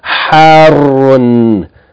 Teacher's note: Ha, elongated, fatha alif, followed by ra with shadda.